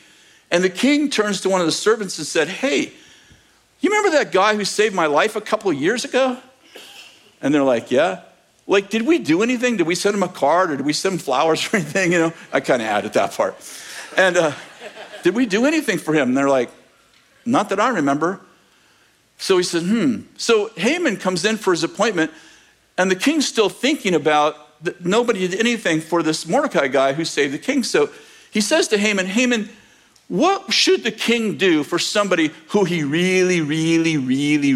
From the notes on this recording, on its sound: In this message from May 21st, 2023, at Bethel Church in Redding, CA